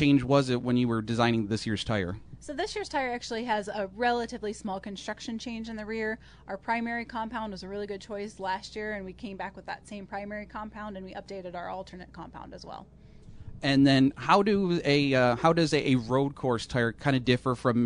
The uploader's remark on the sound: Live from Watkins Glen